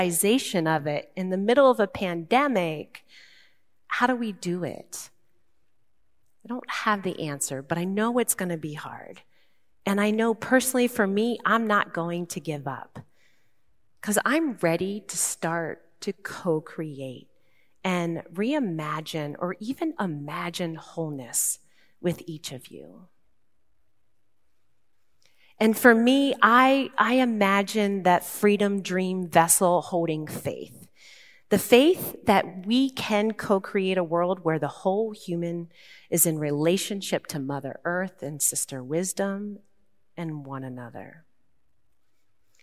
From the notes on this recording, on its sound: Recorded live at Beatitudes Church in Phoenix, AZ